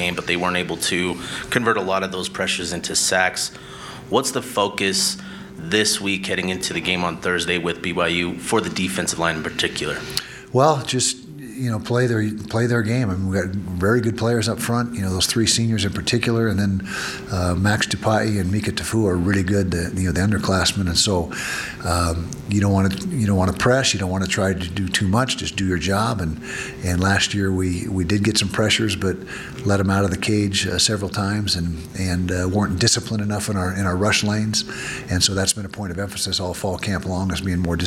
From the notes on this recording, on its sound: Press Conference - August 26, 2019. Addressed the media ahead of the season opener against BYU.